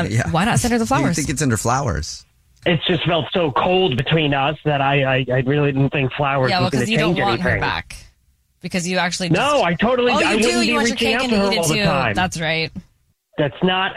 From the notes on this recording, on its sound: on the phone today for War of the Roses